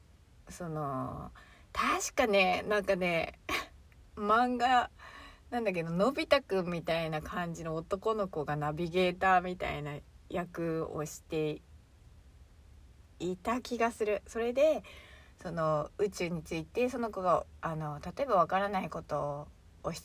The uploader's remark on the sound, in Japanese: 車の中スタジオ